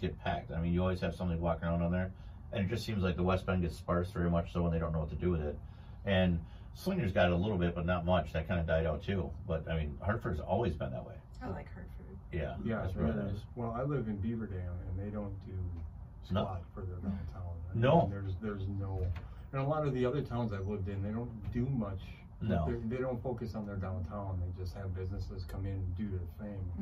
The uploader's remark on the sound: Apologies if there are any audio issues, you may have to turn up your volume a bit. There were some issues in studio with the sound for the second part.